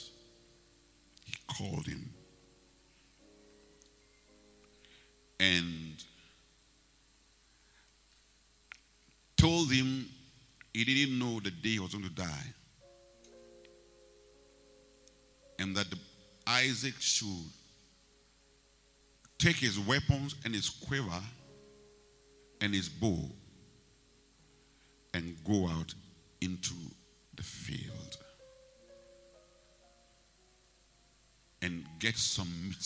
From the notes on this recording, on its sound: Preached at the Rose of Sharon Cathedral, Catch the Anointing Centre Denomination, LA - Accra